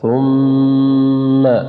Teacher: الميم في كلمة ثم تغن بمقدار حركتين وصلا ووقفا